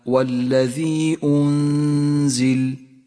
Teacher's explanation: المد المنفصل في قوله تعالى والذي أنزل، مد جائز، اخترنا قصر مده على 2 حركات تسهيلا على القارئ المبتدئ، ميز هنا باللون البرتقالي إشارة إلى زمن وموقع المد.